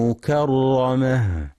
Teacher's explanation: ينتبه القارئ لترقيق الكاف والهاء في كلمة مكرمة، فلا يقرأ مكرمة بتفخيمهما